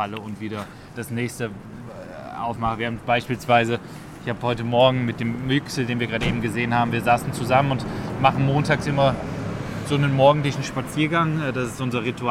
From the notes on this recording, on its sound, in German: Genau dort haben wir auch diese Podcast-Episode aufgenommen und sind dabei durch die belebten Straßen spaziert. Wundert euch also nicht, dass es manchmal ziemlich laut ist.